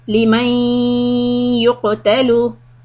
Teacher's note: When you do the ghunna, you connect the ya idgham with ghunna. Hold it. Let the sound come through your nose.